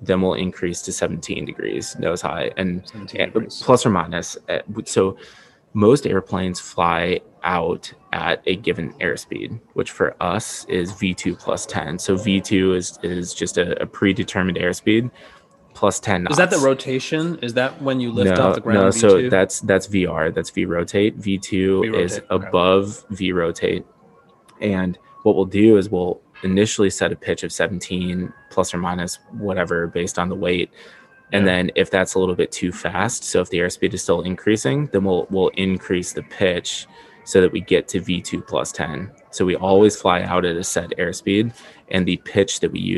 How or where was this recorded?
busy venue